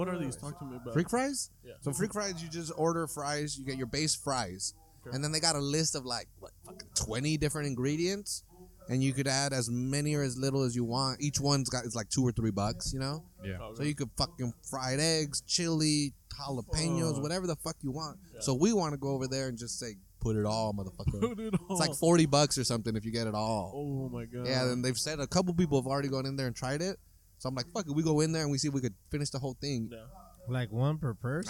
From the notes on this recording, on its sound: This episode was recorded at the Salinas Sports Complex during they Street Low Car Show and the weather could not have been better.